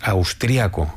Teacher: con el acento prosódico en la segunda a